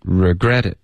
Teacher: 注意 regretit，重音是 gret，不是 re